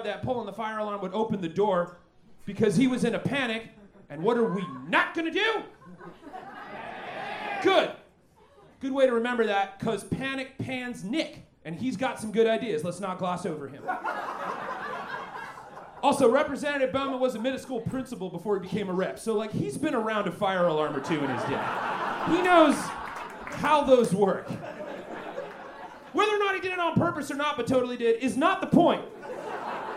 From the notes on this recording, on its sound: Recorded LIVE at Chicago’s Historic Green Mill Lounge on October 7th 2023